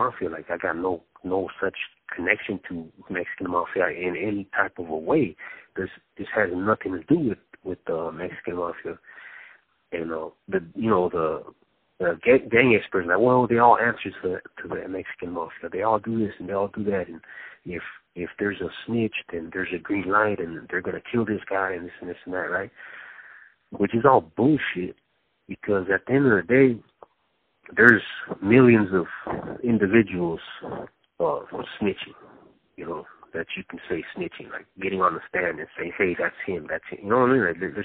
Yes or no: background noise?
no